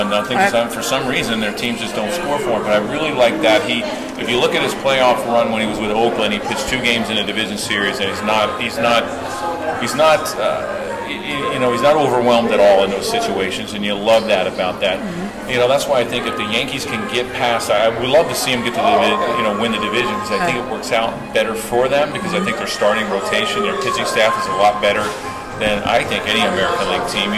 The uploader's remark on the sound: A Mint Pros Stadium Suite Event